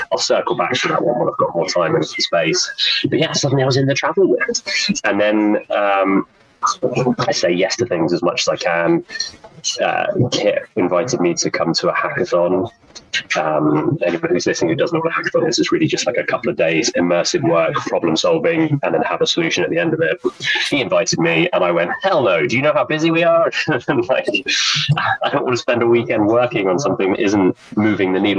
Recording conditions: poor sound quality